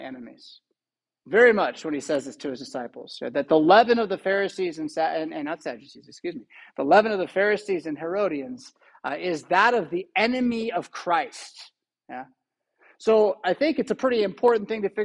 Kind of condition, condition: setting, large echoing room